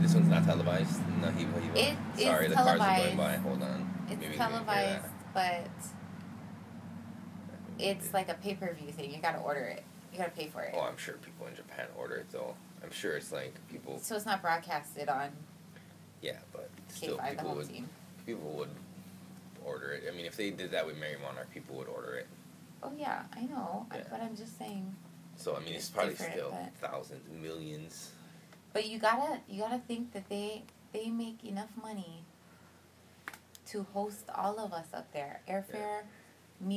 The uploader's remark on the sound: Most of this episode was recorded in our car while driving home from hula.